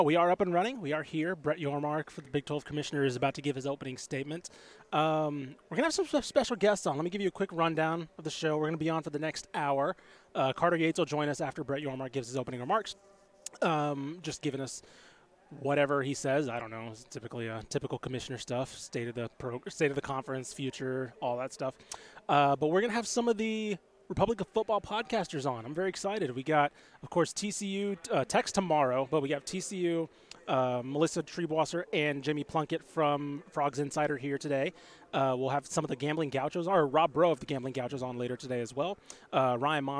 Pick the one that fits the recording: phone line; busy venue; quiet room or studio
busy venue